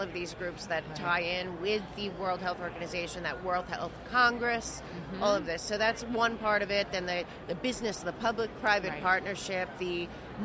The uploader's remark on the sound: Podcast at AmFest